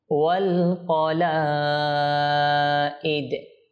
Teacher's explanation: এরপর হারামা এটা কিন্তু যেটা হার্ট হা সেটা, ওয়াল হাদিয়া এটা নর্মেল হা, ওয়াল কলাইদ তো এটা দাল এসেছে, আর দাল যদি আমরা সাকিন করি ওয়াকফ করি তো তখন কলকলা করতে হবে